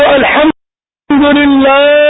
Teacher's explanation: يشبع الكسرة بعد الهاء حتى تصبح ياء